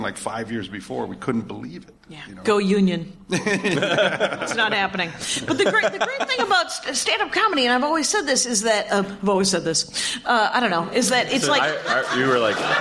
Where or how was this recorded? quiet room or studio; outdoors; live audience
live audience